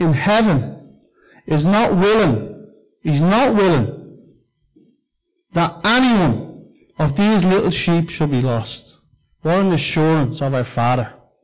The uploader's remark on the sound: Recorded live at Liberty Church